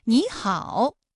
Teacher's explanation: 这两个音节的实际声调啊都是三声，但是我们在说话的时候，第一个音节你它就变成二声了 · Term: 三声的变调